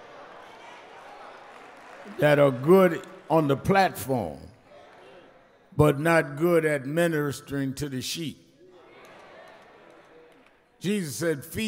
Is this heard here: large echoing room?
yes